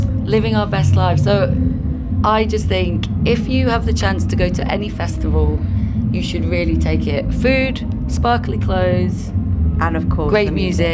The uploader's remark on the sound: Primavera Sound Special. Recorded their show live from the festival.